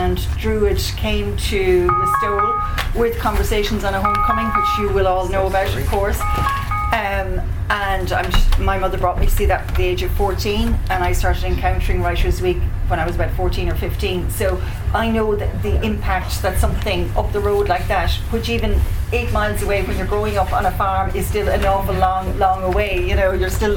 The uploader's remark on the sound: The front bar in Reapy’s was packed to the rafters at lunchtime on April the 6th, for our very first live in-person Ory’Sta. From Tuam and beyond. No longer confined to a Zoom screen, we were thrilled to welcome artists and community members to discuss creative place making.